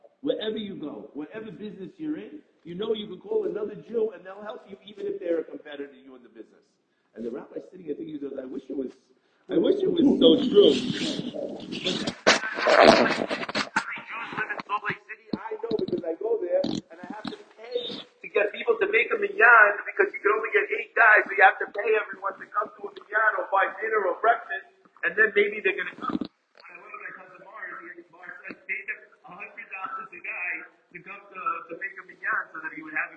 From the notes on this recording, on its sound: Apologies as the recording goes in and out